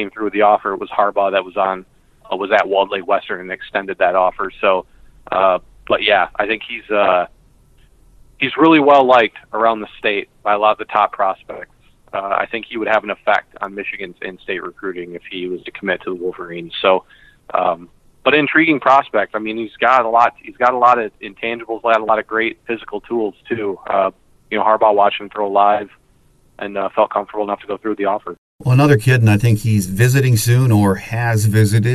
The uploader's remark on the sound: Sorry for the audio quality on the call. The Skype gremlins were at work.